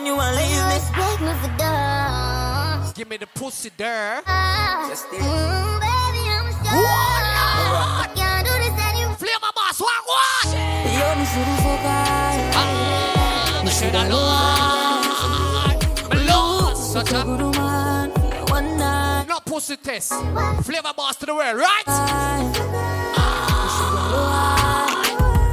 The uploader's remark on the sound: LIVE AUDIO SET FROM ISLAND BREAKOUT KAVOS 2023